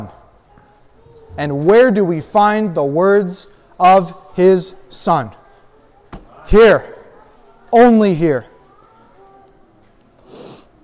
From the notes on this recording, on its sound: A sermon I recently preached at a gathering a few hours from my home. I was asked to come and guest preach.